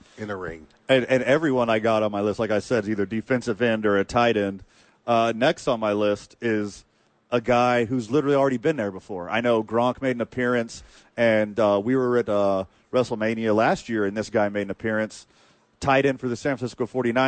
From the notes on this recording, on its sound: live at The Duke Store